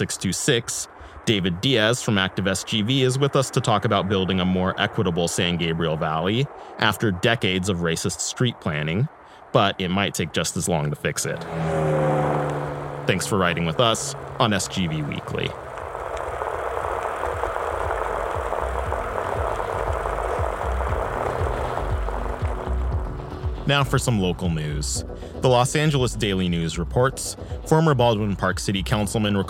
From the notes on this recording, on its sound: recording street ambience on Valley Boulevard from the back of his Fairdale bike